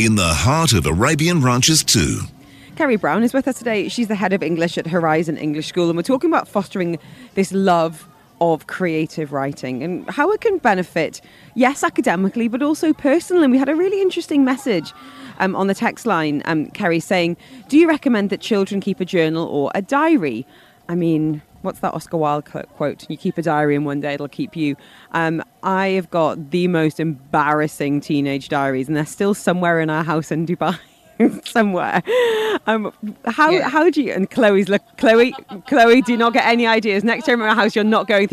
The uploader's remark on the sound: Live from the Dubai International Boat Show.